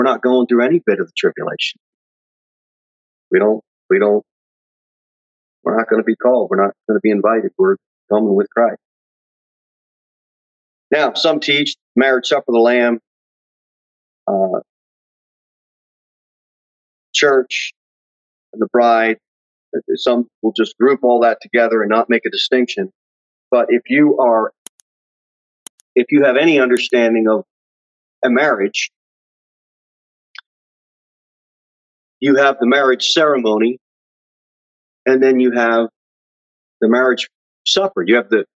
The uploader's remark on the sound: Sermon delivered at Pilgrim Baptist Church on Thursday, September 30, 2021, at 6:15 pm. Jere Whitson Rd.